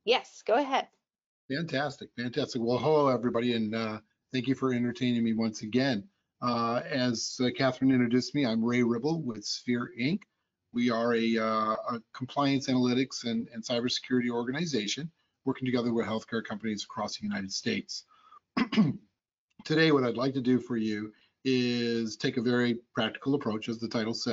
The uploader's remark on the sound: Audio Version of the Webinar